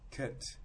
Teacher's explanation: if it moved towards the center, kit, you'll hear that centralization in Northern Ireland